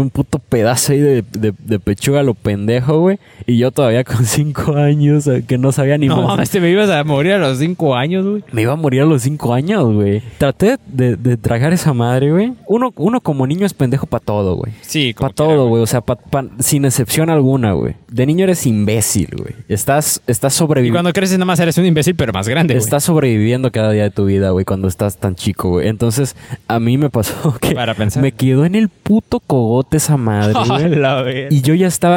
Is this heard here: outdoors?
yes